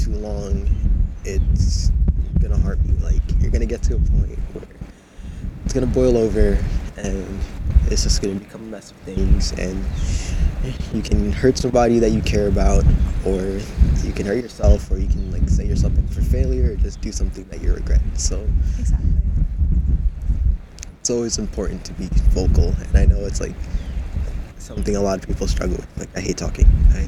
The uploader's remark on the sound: I apologize for the audio, it was pretty windy when this was recorded.